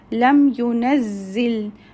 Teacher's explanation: meem sakin followed by ya so we'll do izhar of meem sakin that means it meem will not have any gunna